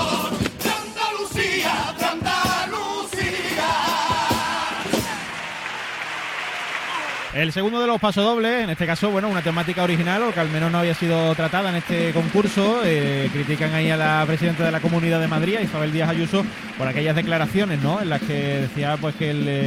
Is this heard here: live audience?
yes